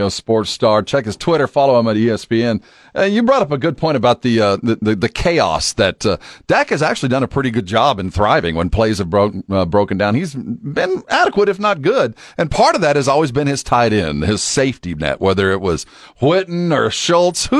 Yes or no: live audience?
no